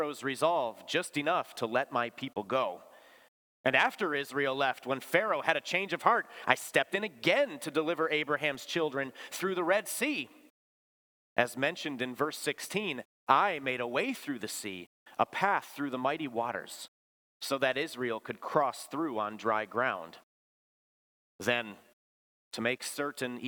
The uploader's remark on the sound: Bethany, Appleton, WI. Preached this sermon at Bethany's Sunday worship on December 31, 2023.